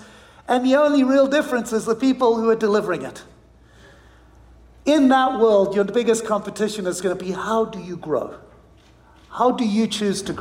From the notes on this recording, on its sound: on stage earlier this week at the inaugural Wealth/Stack Conference in Scottsdale, Arizona